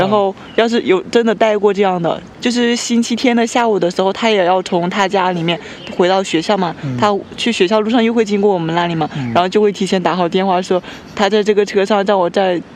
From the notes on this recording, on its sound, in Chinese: 虫鸣鸟叫。本期播客是我们五一前在公园野餐录制的。